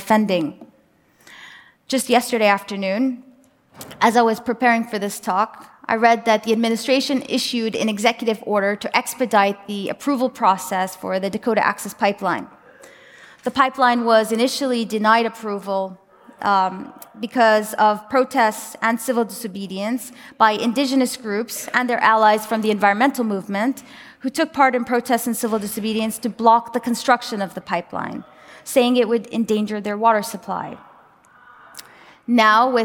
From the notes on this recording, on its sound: Originally recorded as an MIT Media Lab #MLTalk. A discussion with the audience.